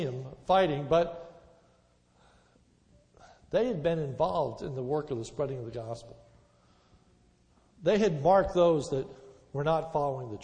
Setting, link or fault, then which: setting, large echoing room